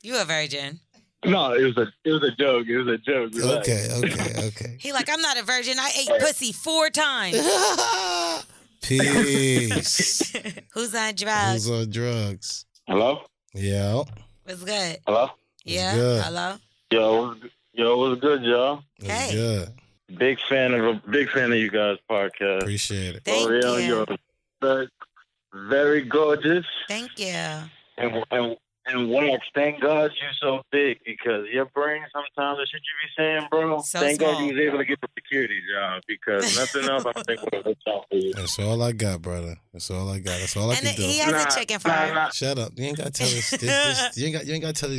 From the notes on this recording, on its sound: They took it to the phone lines to see if the listeners were team beast or team bully.